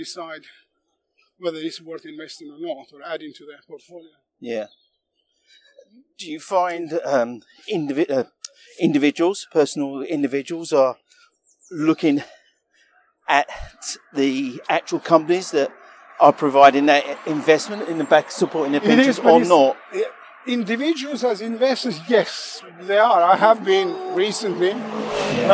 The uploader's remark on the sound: Walk and Talk.